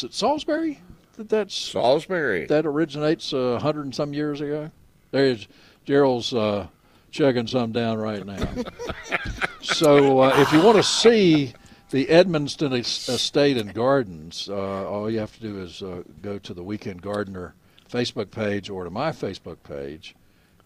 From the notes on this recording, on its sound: broadcasting live from Bell’s Carpet & Floors